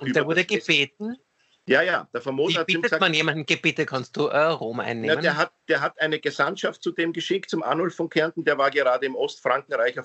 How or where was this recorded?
video call